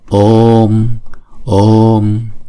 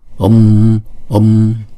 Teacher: Ví dụ như chữ ô, chúng ta sẽ kéo dài hai nhịp, rồi sau đó mới đóng chữ ô lại. · Shown in: first take